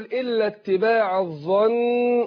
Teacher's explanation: وقف عليها النون مشددة تاخد غنة حركتين